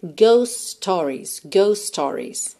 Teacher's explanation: o T de ghost vai sumir, porque eu tenho um S antes dele e um S logo na sequência, começando stories